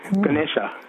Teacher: Even the first A is almost a schwa